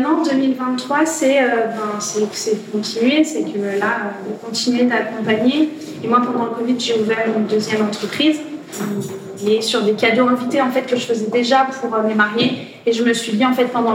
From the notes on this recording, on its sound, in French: Lors du Festival Andy, d’où l’effervescence que tu entends autour de nous.